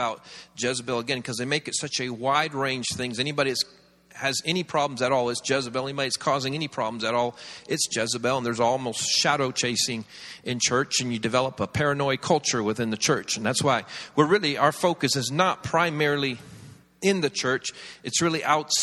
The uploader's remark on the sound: This series was recorded around 10 years ago at Daystar Atlanta, the church